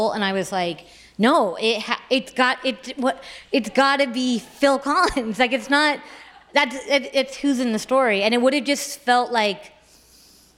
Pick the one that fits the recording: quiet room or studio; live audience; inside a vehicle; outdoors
live audience